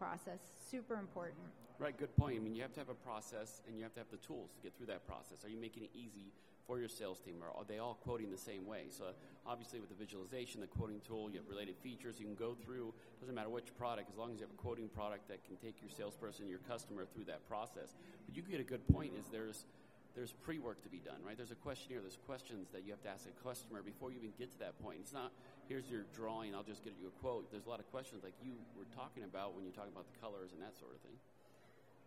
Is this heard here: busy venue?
yes